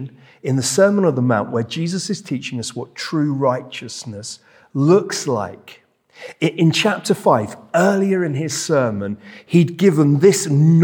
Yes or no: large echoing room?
yes